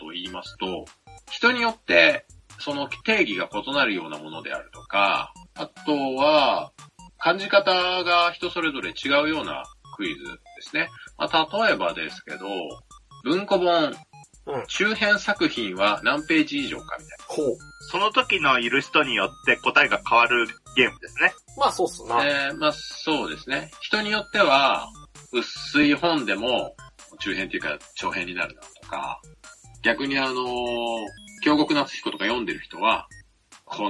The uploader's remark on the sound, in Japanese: 今回もスカイプ収録となっております。一部音質が悪かったりもしますがご容赦ください。